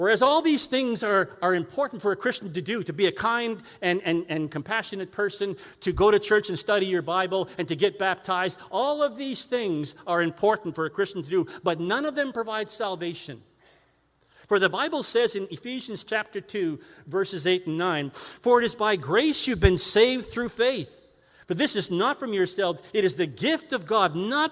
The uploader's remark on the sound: This audio was taken from the August 13, 2023 worship service at FBC Charlottetown.